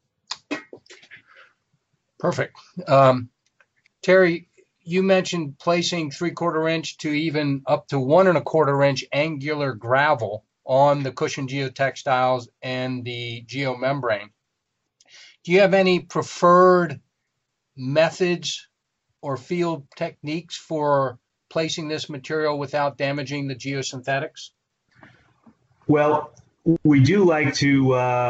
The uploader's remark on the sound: This is an audio version of the FGI webinar.